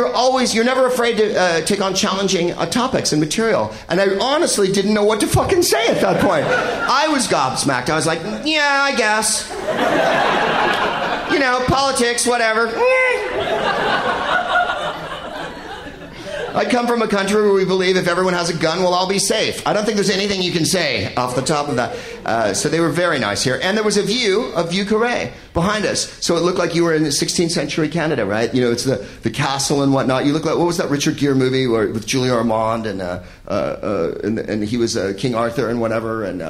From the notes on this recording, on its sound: Live from Montreal's Just for Laughs Festival